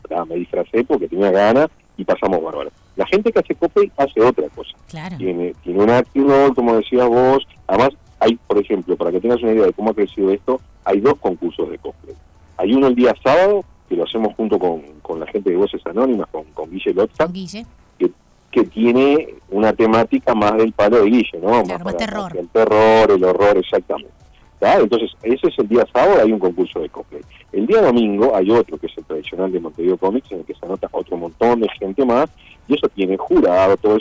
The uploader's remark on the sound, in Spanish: En la charla telefónica